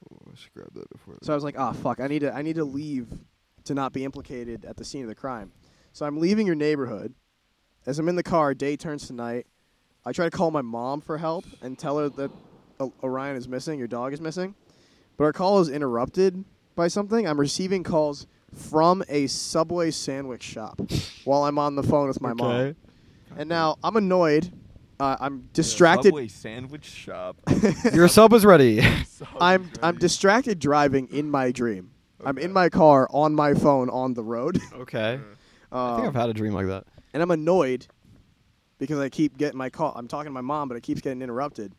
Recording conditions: outdoors